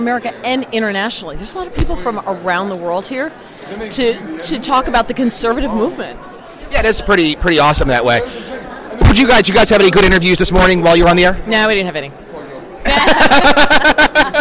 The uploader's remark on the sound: A special edition of Red Maryland Radio taped live at the first day of the 2019 Conservative Political Action Conference.